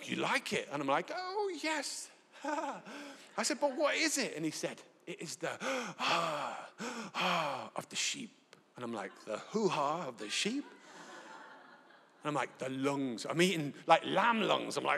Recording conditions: live audience